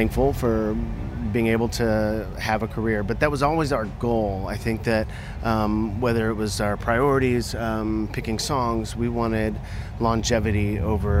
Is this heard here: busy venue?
yes